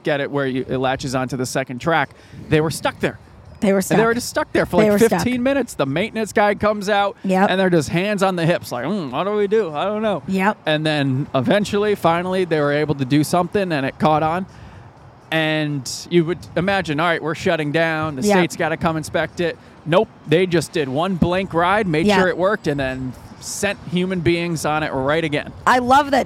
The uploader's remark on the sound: This episode was taped at Lionheart on the Green in Albany's Warehouse District